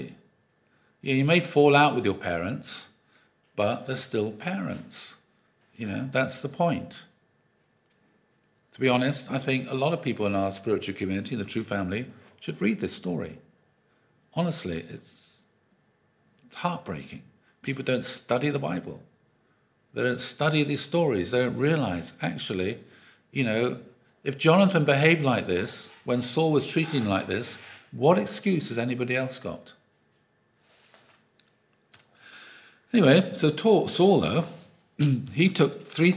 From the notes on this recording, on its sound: Audio from a sermon in Hatch End.